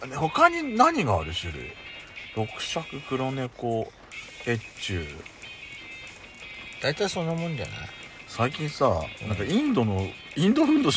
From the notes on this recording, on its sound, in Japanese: パーキング収録